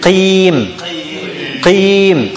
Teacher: the level of Tafkhim with the Kasra is the minimum. But it's still Tafkhim anyway. We don't say Mustaqim, we say Mustaqim.